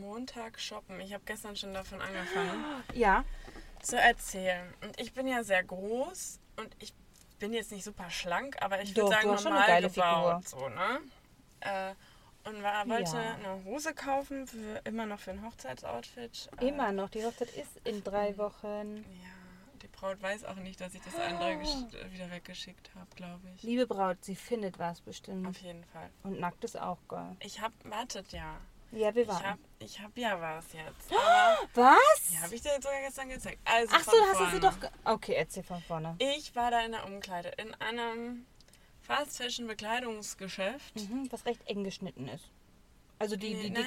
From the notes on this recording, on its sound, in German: Live aus dem Auto: Wir warten auf unser Essen